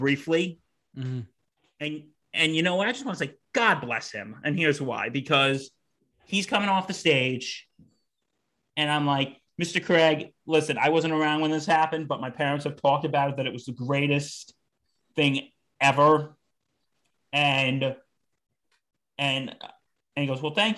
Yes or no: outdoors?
no